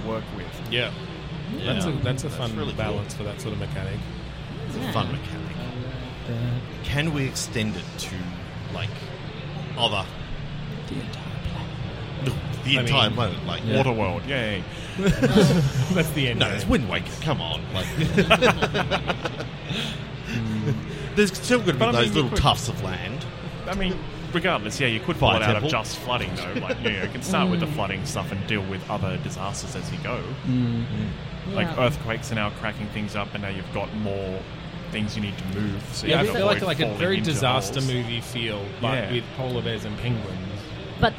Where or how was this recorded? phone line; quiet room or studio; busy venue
busy venue